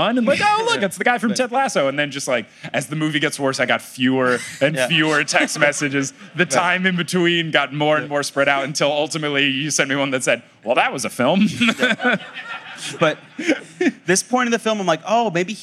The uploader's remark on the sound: LIVE in San Antonio!